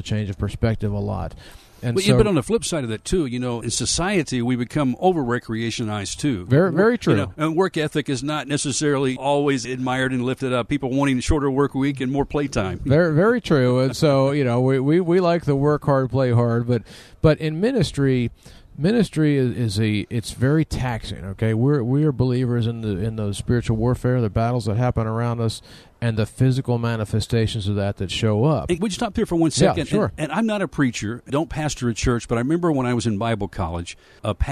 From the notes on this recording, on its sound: This show was recorded inside their travel RV at the National Religious Broadcasters Convention #Proclaim18 in Nashville, TN.